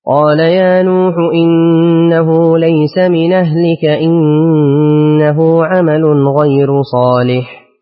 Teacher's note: ثم اقرأ لورش بالنقل وترقيق الراء